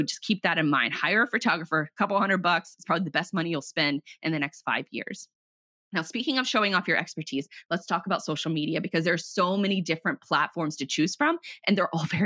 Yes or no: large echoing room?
no